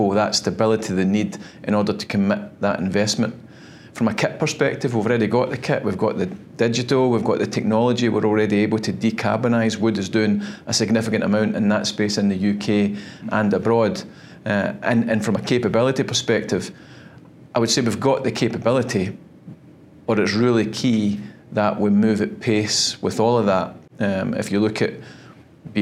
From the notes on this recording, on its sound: Reflections from CERAWeek 2023. Recorded live at CERAWeek.